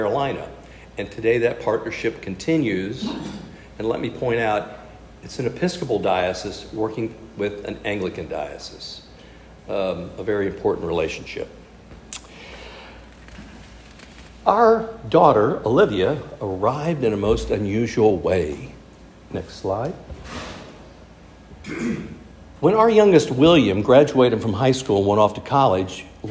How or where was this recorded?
live audience